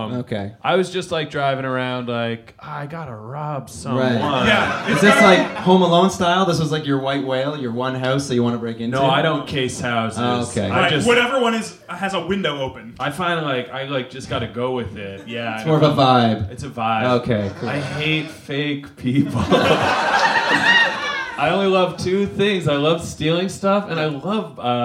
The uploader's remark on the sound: Live At Bad Dog